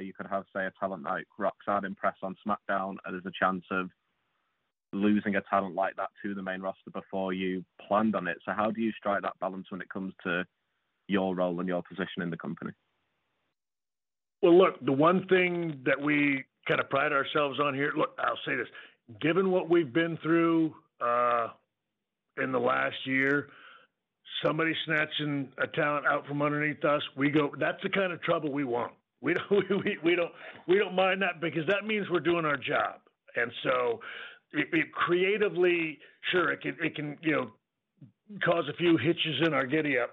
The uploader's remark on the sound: NXT Takeover Halloween Havoc Media Conference Call. Speaks to media ahead of NXT Takeover Halloween Havoc!